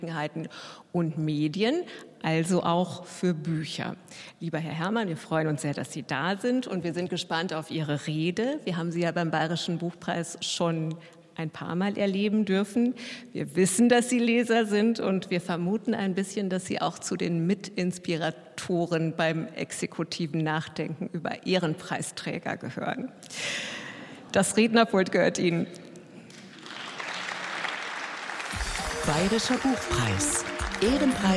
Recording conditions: live audience